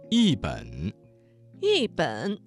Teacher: 这个词当中的一字在3声之前变成了4声 · Term: 语流音变